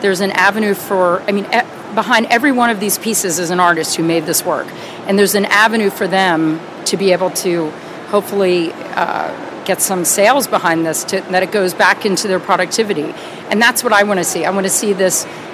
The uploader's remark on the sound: Live from Untitled Art Fair.